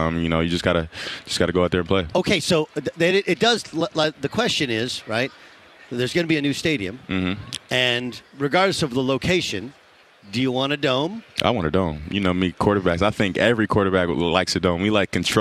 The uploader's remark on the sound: live from Radio Row in Phoenix ahead of Super Bowl 57!